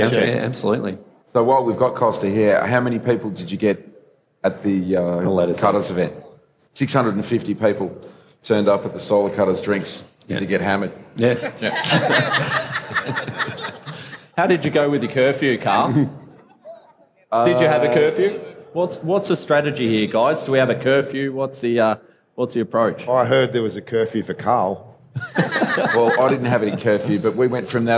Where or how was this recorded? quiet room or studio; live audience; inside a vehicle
live audience